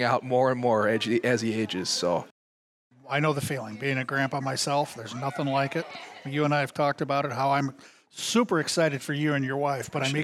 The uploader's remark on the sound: Live at TCO.